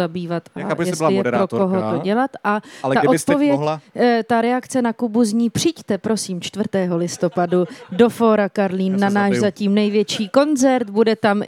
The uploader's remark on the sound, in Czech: na stage festivalu United Islands